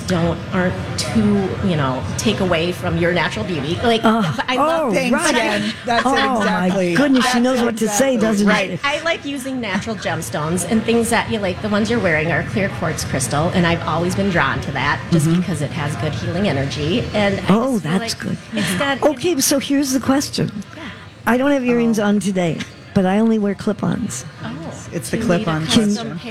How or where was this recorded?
busy venue